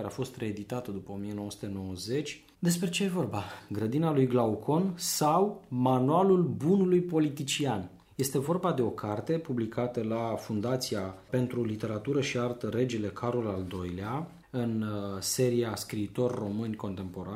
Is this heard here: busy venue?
no